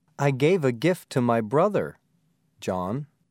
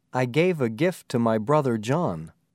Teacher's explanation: As you can see, when you are listening, pauses in speech can change the meaning of a sentence. A pause can tell you that the speaker is talking to someone, not about someone. · Shown in: first take